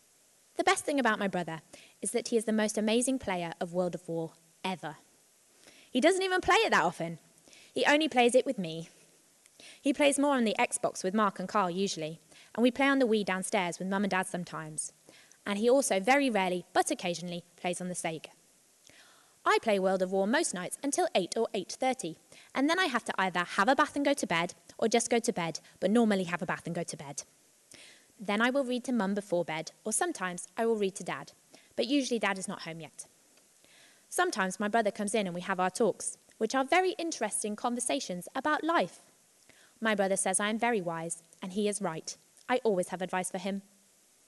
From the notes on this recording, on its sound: Live special recorded at the Lincoln Performing Arts Centre. In the first part of our live special recorded at the Lincoln Performing Arts Centre.